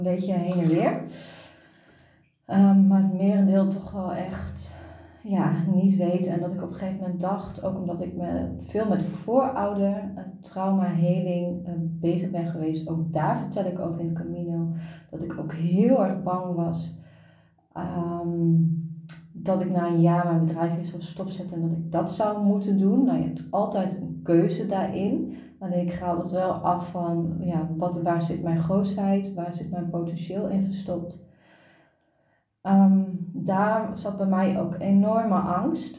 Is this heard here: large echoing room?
yes